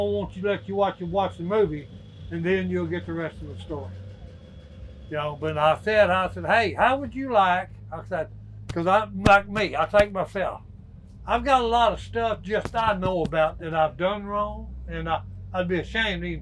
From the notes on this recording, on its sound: in Maryville, Tennessee at the Smith & Wesson Grand Opening and Fall Festival